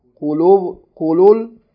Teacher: But we're going to make the vowel short because followed by همزة الوصل.